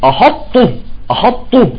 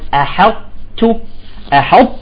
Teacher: منرقق الهمزة عفوا ونرقق الحاء ونستعلي ونطبق بالطاء ثم نخرج بالتاء بهمس بسيط · Shown in: second take